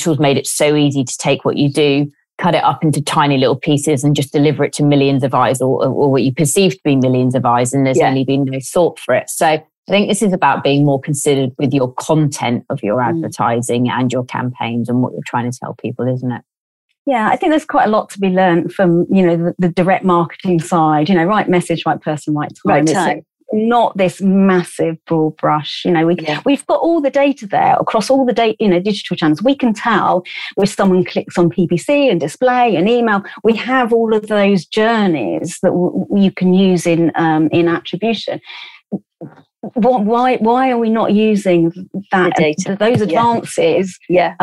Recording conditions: video call